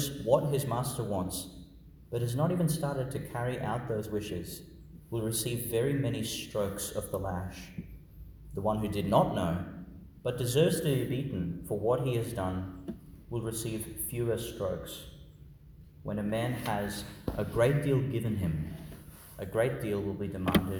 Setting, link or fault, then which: setting, large echoing room